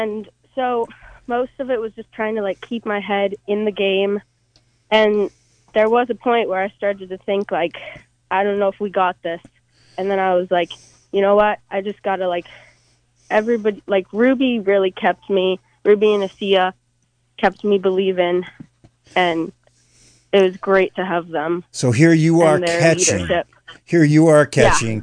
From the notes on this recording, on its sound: an hour of community call ins